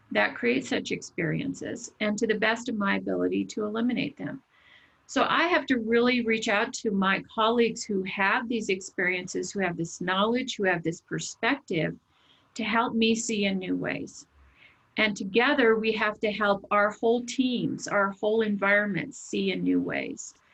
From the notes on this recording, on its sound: In this virtual panel discussion